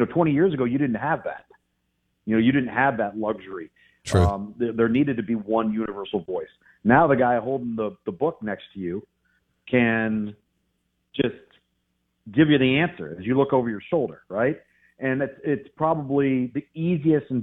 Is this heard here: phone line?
yes